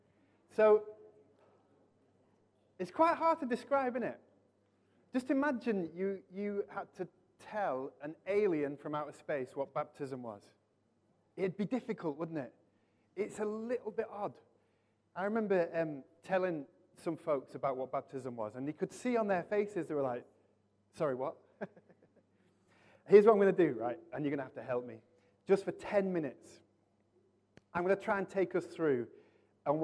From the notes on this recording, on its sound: Recorded from our Sunday morning service 12-03-23